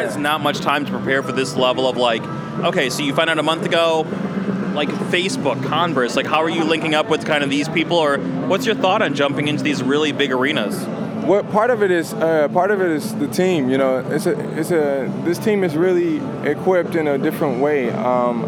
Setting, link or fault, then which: setting, busy venue